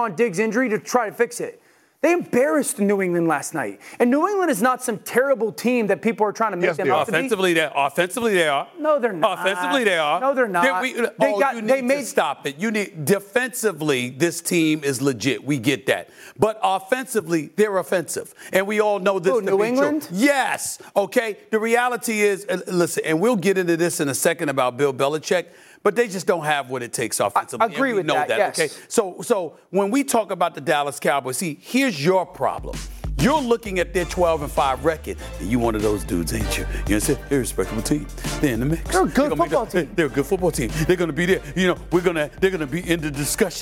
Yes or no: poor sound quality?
no